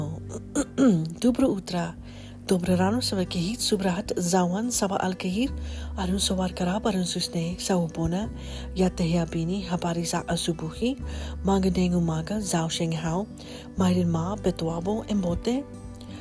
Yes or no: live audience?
no